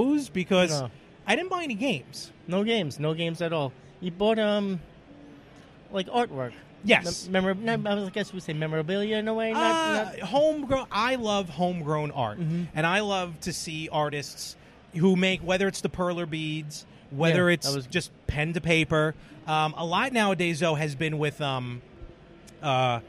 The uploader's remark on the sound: Live from the Long Island Retro Gaming Expo.